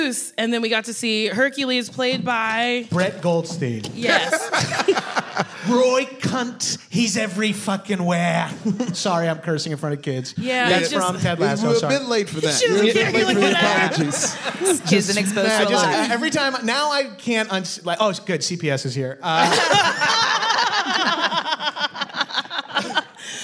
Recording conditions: live audience